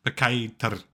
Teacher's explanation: there's actually not any sort of diphthong going on here. It's just the a sound